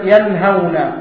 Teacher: النون ساكنة وهي ظاهرة في الوقف وفي الوصل · Term: النون الساكنة